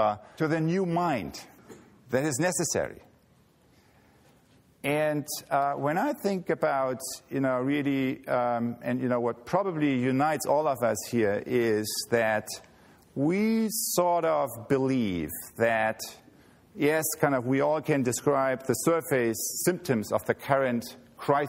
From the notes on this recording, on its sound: He delivered this speech at the 33rd Annual E. Schumacher Lectures.